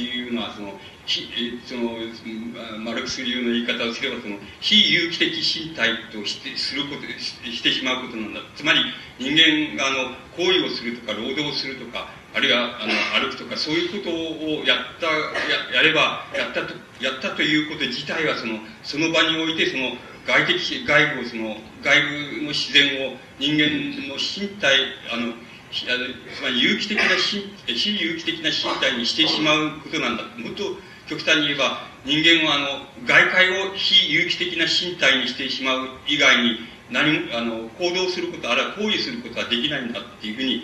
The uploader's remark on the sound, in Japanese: 主催：紀伊國屋書店 場所：新宿・紀伊國屋ホール。紀伊國屋書店出版部 30周年記念講演会として行われた。